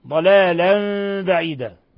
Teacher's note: حيث قلبنا تنوين الذي هو في الحقيقة نون ساكنة ميما مخفى عند الباء. ضلالا بعيدا، ثم وقفنا على تنوين الفتح بالألف كما لا يخفى. · Term: إقلاب